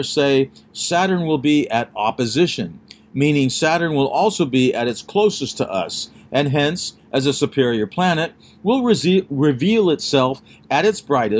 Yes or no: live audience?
no